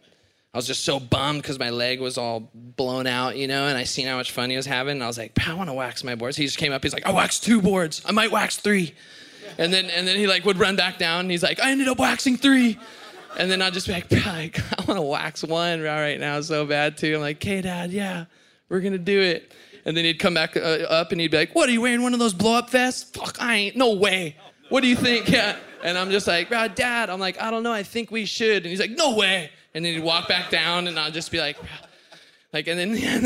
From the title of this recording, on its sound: Retirement Party LIVE from Torquay